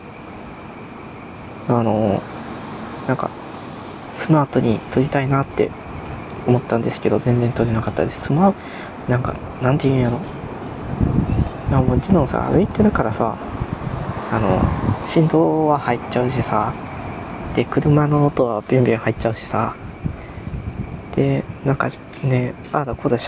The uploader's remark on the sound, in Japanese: 外収録したかったし移動にスマートに収録したい。移動しながらスマートに外で収録して見たかったです。出来ませんでした。